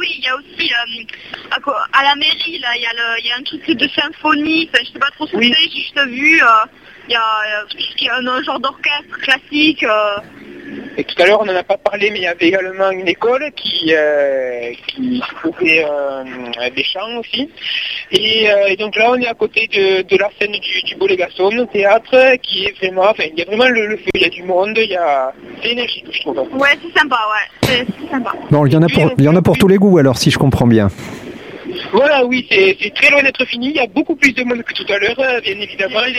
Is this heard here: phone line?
yes